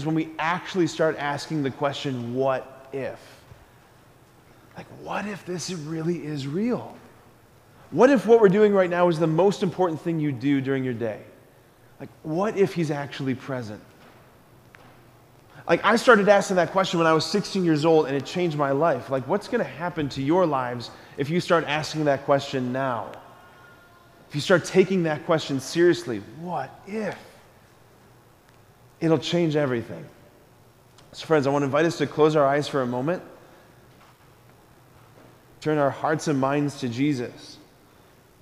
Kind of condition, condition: setting, large echoing room